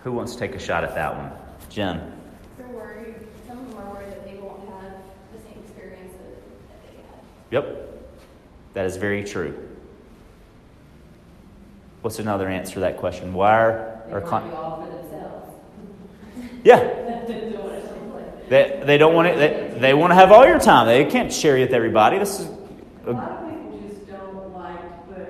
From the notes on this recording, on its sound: I attend a session at the Leading RE Conference in Vegas